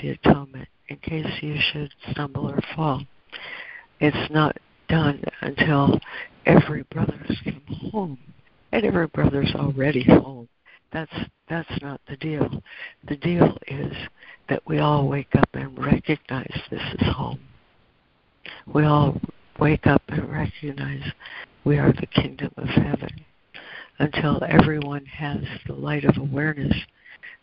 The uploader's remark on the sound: ACIM Daily Conference Call.